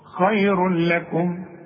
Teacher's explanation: ادغام تدغم التنوين في اللام وما يبقاش عندك غنة، بدون غنة ما تغنش. · Term: ادغام كامل بدون غنة